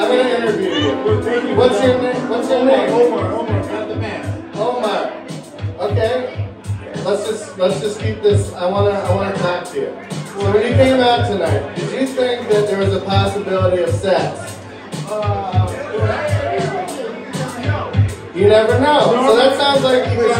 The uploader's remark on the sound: Live from the Scotland Yard pub!!! I go to the bar that fueled my 20 year relationship with alcohol and did my podcast in front of an unsuspecting crowd on a Saturday night.